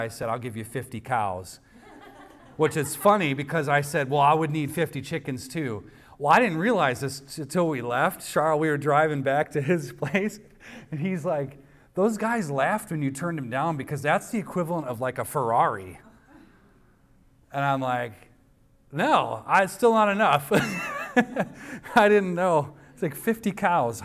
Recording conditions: live audience